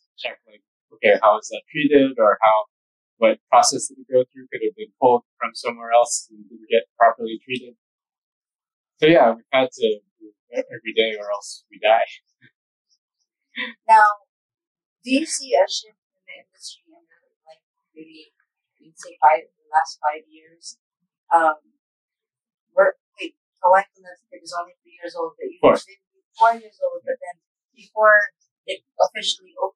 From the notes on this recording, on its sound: This is a rough cut, just a spur of the moment interview so bear with us, the sound quality needs improvement...